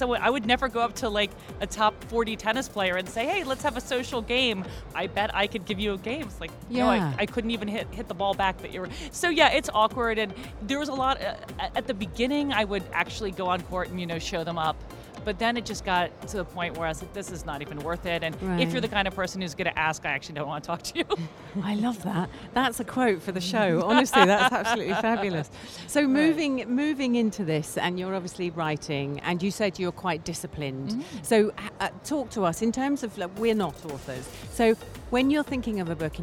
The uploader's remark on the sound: Live from SIBF 2023.